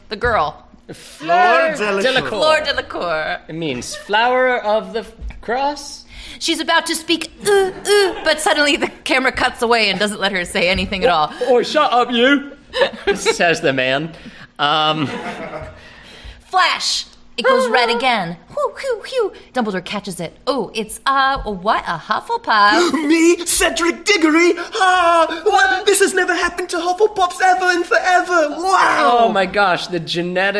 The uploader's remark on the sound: This episode was recorded live as part of a fundraiser for Howard Brown Health